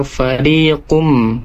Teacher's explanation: tadi ri-nya pendek tapi harus dua harokat. Idza fariqum, tidak idza fariqum, tapi ri-nya harus dibaca dua harokat, itu matobi'in.